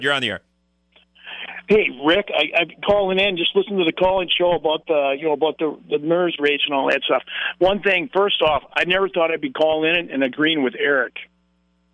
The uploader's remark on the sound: When the mayor and fire chief call in to set someone straight. After a listener calls in with some misinformation.